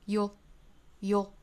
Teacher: That's why you find someone you want to keep around.首先我们来做英音的语音讲解。You 和 will 的缩约呢，我们在周三的早读里头讲到过了。You will 读成 you'll,you'll。那这句话在这个位置出现了，一般我们也是要把它弱读的啊，所以我们读得很快，很轻，很弱，读成 you'll,you'll。那相当于是在 you 的弱读的这个 y 的基础之上，后面加一个舌侧音就可以了